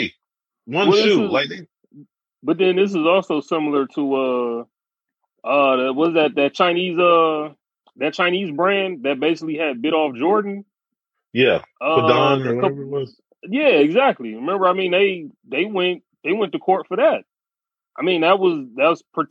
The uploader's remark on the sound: We're recording the show via Zoom.